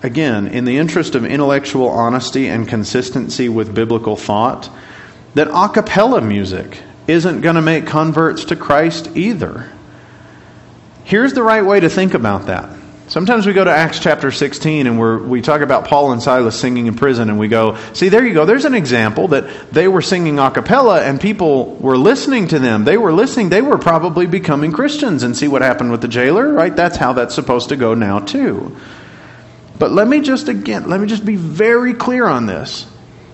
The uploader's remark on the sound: Class Recording